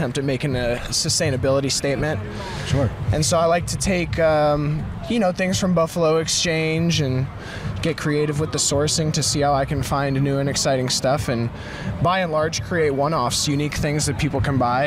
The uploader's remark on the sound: Live at Hippie Hill SF